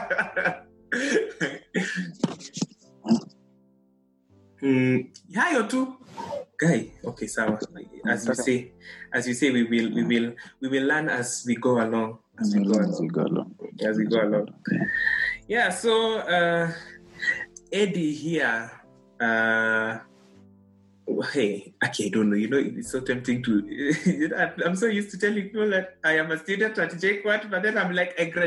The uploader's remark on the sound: We are newbies to the podcasting sphere, so apologies in advance for any technical hitches that may pop up.